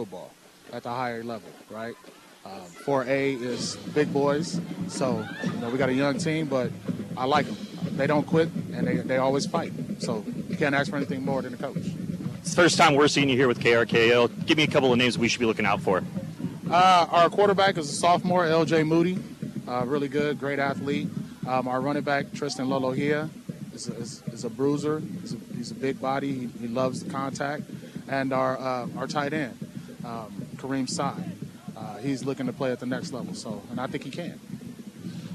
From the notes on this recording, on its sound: live from Goddard Stadium in South Everett